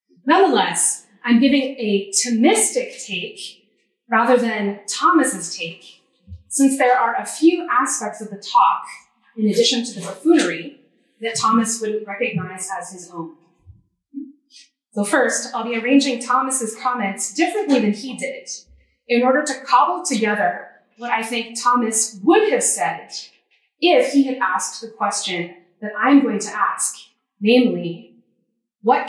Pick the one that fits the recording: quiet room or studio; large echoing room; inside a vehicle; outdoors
large echoing room